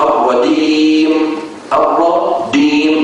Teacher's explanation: وقد يغير صوت الجيم كذلك بخلطه بحرف الدال وذلك باستعمال طرف اللسان بالإضافة إلى وسطه. الجيم إخواننا من وسط اللسان الجيم، لكن بعض الإخوة يستعملون بالإضافة إلى الوسط طرف اللسان.